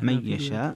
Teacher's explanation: من يشاء هنا فيها ترك الغنة، ترك الغنة لخلف عن حمزة